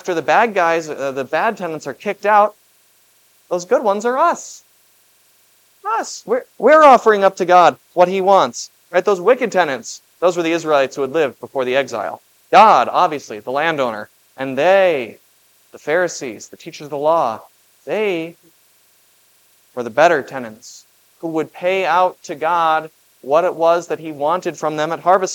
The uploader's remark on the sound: This Sunday sermon, based on Matthew 21:33-46, was preached at Grace of God Lutheran on October 8, 2023.